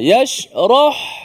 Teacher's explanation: Sebab ha tu nipis je. Dia bukan yashrah. Dan roh je tebal. Yashrah. Buka sikit ha tu.